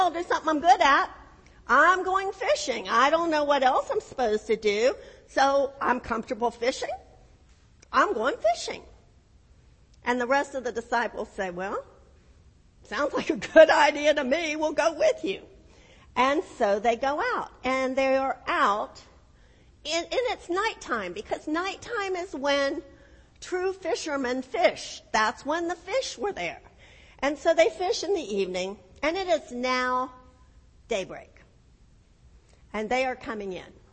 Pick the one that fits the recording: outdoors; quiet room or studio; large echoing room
large echoing room